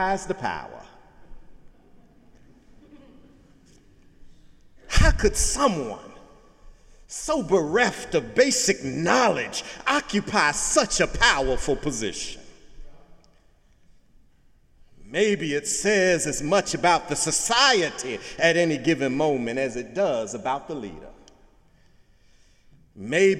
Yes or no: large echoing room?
yes